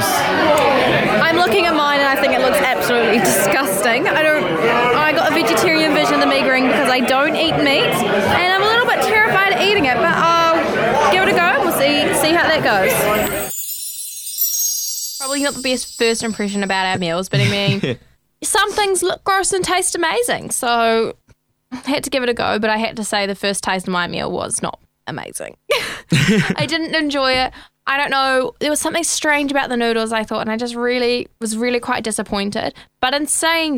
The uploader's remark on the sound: For this episode I went to a place known for cheap food in Wellington!